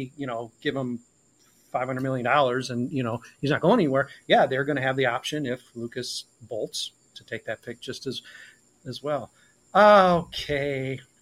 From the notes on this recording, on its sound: weather smoke, technical difficulties and the encroaching sunset